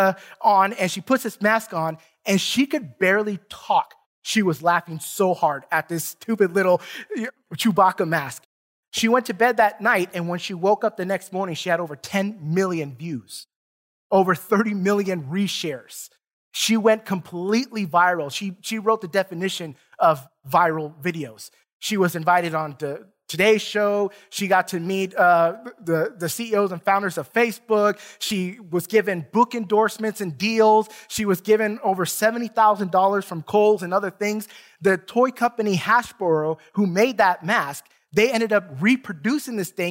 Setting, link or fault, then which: setting, large echoing room